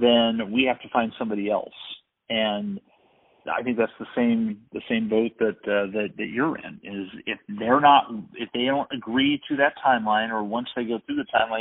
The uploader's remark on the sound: We had a conversation with a track and field coach over the phone